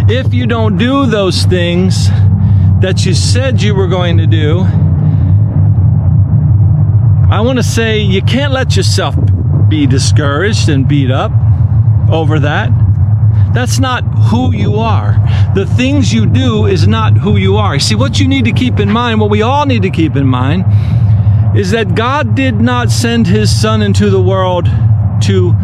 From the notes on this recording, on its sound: The audio was recorded outdoors of a GoPro.